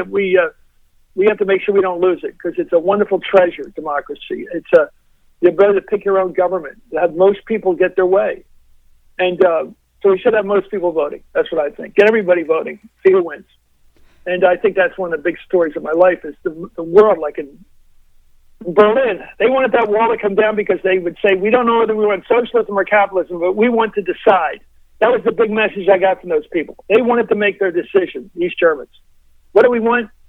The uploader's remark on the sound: called in for a fun and lively chat